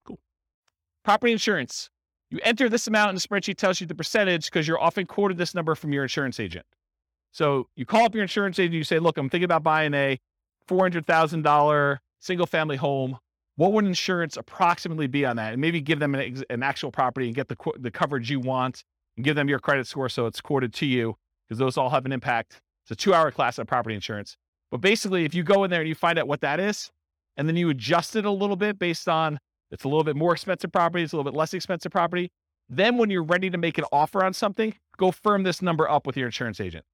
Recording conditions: live audience